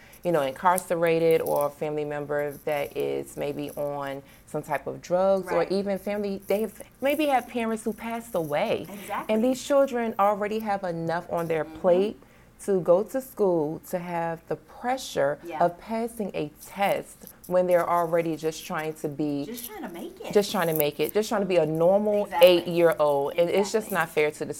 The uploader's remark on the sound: We were in a very popular and busy hotel in the Washington, DC area. There are some minor noise issues.